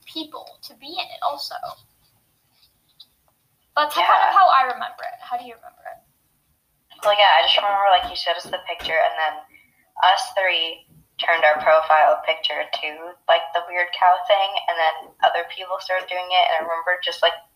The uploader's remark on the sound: Sorry for the terrible audio the way we uploaded this was a bit weird.